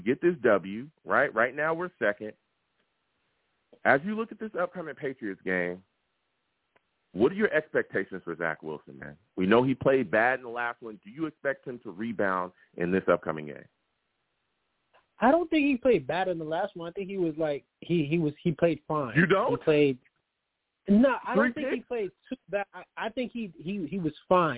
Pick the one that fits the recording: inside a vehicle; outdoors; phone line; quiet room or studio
phone line